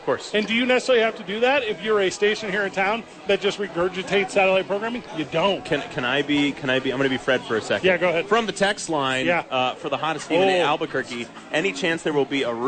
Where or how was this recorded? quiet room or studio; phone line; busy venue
busy venue